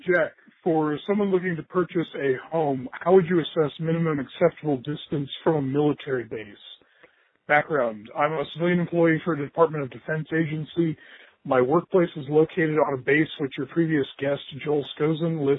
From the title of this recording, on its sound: Listener Calls